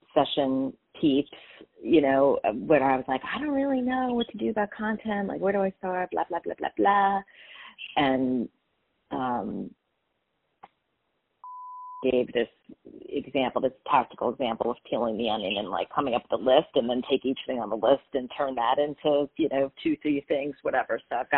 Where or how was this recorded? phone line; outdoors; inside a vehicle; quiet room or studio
phone line